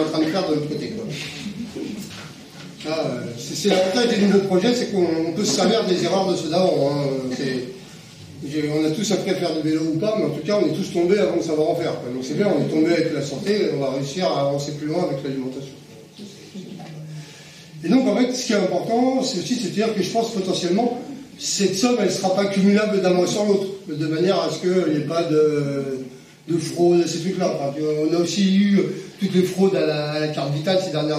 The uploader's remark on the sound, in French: Conférence-débat organisée par Attac 93 Sud le 27 janvier 2022 à Montreuil